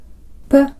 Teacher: これは唇の間で出す破裂音で、異音はありません。先ほどのフという音素の異音として、唇の間から息を吹き出す摩擦音がありましたが、プの方は破裂音ですから、フと違って、唇が完全に閉じられる瞬間があります。また、フは摩擦音ですから、フというように息の続く限り長い子音を出すことができますが、プの方は瞬間的な子音です。最後にこのぶを有声音にしたぶという音素ですが、これも異音はありません。先ほどのふとぶの違いと同じような違いがぶとぶの間にもあります。つまり摩擦音であるぶと違ってぶの発音では唇が完全に閉じられる瞬間があります。また摩擦音のぶは息が続く限りうーという長い子音を出すことができますが、ぶの方は瞬間的な子音